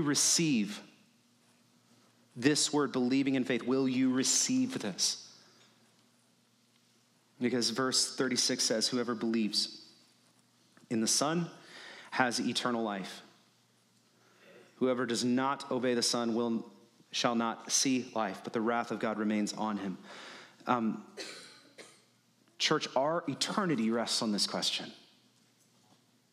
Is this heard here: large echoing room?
yes